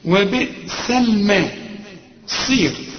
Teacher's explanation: الصاد في اخر درجات التفخيم